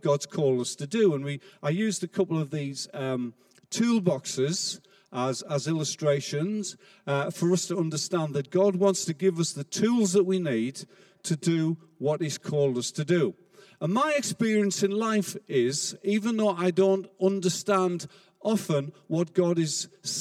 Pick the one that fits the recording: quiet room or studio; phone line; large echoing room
large echoing room